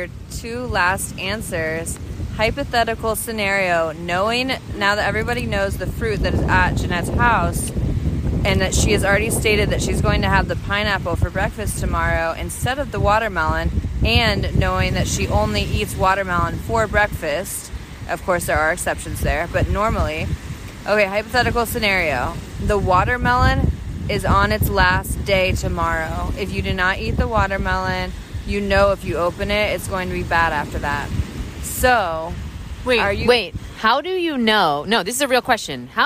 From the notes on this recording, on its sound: Sorry for the terrible audio quality we recorded this while eating dinner at the beach